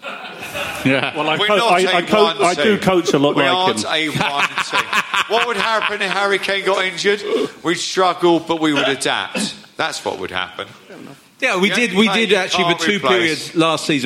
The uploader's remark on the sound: It’s another private live show for Spurs Show Season Ticket holders only. DO NOT PLAY LOUD!